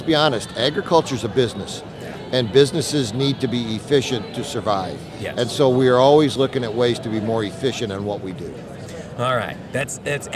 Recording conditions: busy venue